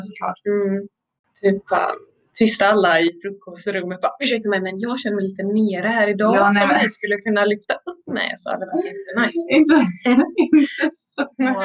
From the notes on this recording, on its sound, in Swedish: Ljudet är inte på vår sida helt enkelt.